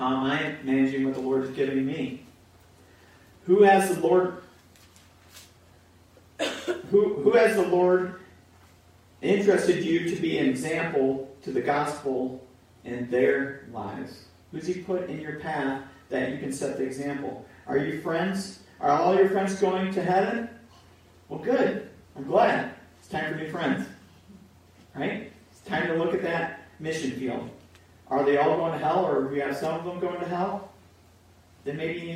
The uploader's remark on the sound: Pour Audio